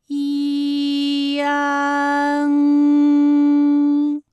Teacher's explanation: 发出安就可以了。那最后这个声音呢，是从鼻腔里发出的，大家可以跟我练一组例词啊，参战。参战，反感，反感，烂漫，烂漫。好，下面呢，我们来发一安的发音。发音的时候呢，从前高不圆唇元音一开始，舌位向前低元音啊的方向滑降，舌位只降到半低前元音 i 的位置就开始升高，发 i 后软腭下降，逐渐增强鼻音色彩，舌尖迅速移到上齿龈，最后抵住上齿龈，做出发鼻音呢的状态。大家可以跟我来感受一下啊，一安，哎，这三个音发完整，我们每一个状态呢都能知道它的音的流向，当然最后一定还是要归到鼻音呢才算是发完整。好，大家一起来跟我来发下面这组词，艰险，艰险，简便，简便，连篇，连篇。好，我们继续再来发乌安。乌安的发音的时候呢，是从圆唇的后高元音乌开始，口型迅速的由合口变为开口状，舌位向前迅速滑降到不圆唇的前低元音啊的位置